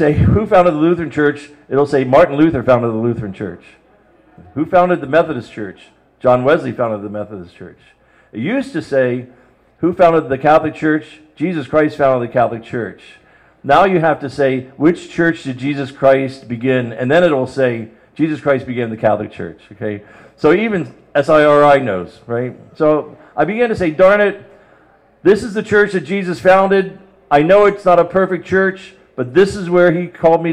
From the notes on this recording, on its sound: We're on location at Theology on Tap at Forest City Brewery in the Duck Island Section of Cleveland.